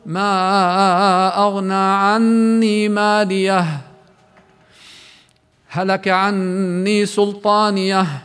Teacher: كما يجوز بل الأولى الوقف عليها، توقف على مالية لأنها نهاية آية وقد اكتمل المعنى بالوقوف عليها بهمس كامل للهاء، فنقول: ما أغنى عني مالية، هلك عني سلطانية.